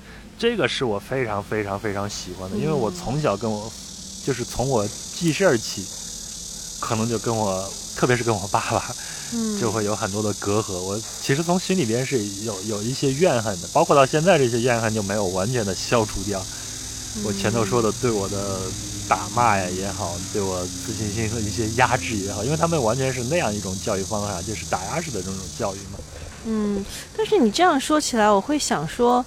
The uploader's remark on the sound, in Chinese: 录制地点在北京房山区大石河畔，您能听到树上的蝉鸣、马路上的车声和不远处游泳的小孩子们的喧闹。